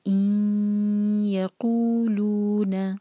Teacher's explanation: دو seconds کا ٹائم دیں گے، ناک میں آواز لے جائیں گے اور پھر نون اور یا کو مرج کریں گے۔ · Term: ادغام غنہ کے ساتھ